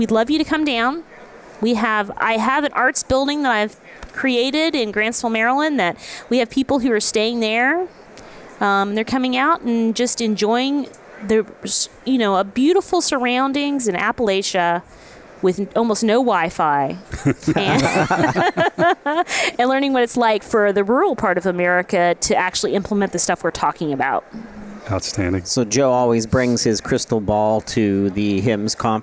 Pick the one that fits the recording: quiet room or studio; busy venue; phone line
busy venue